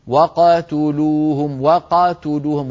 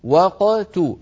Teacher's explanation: قاف ساكنة قبلها مفتوح بعدها مضموم، علينا أن نخرجها ساكنة مقلقلة غير متأثرة لا بالفتحة قبلها ولا بالضمة بعدها · Shown in: second take · إن تأثرت بالفتحة قبلها كانت وقاتلوهم وقاتلوهم، وهذا غير صحيح.